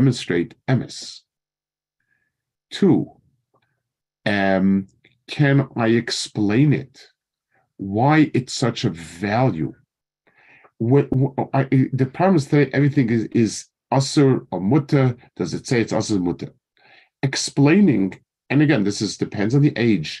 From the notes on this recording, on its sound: Given over Zoom for the Consortium of Jewish Day Schools.